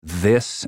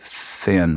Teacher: It's the two different TH sounds, like in this and thin. One is voiced, one is unvoiced, right?